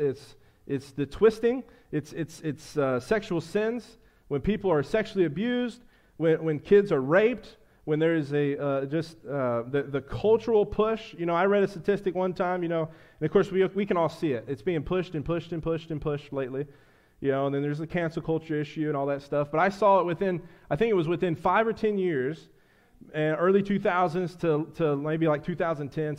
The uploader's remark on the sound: a sermon I preached to the church